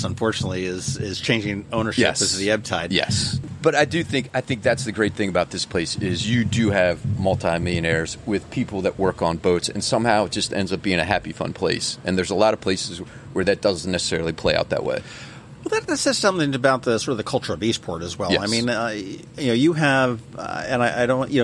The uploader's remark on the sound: Today, we sit down outside of Davis' Pub.